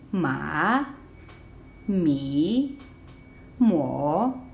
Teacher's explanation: the third tone, which starts from somewhere around the second tone, goes down, and then goes up